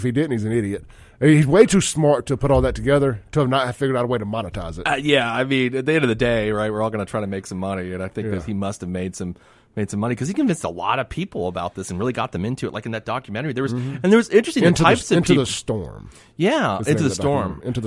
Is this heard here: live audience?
no